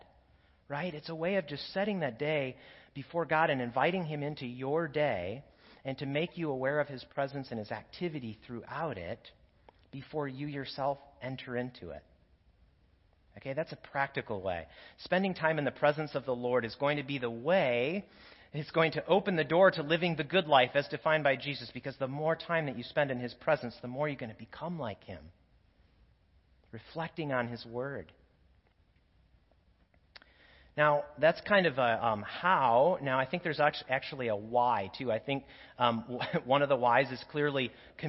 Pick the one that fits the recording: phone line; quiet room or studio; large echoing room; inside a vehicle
large echoing room